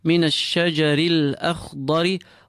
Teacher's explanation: Hamza nice and clean. The kha is filled. Feel it at the upper part of your throat.